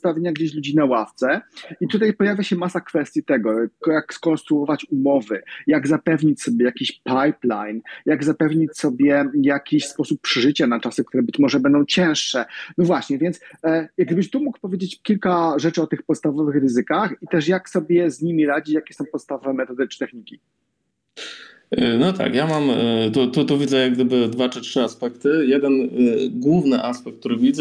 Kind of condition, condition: link, video call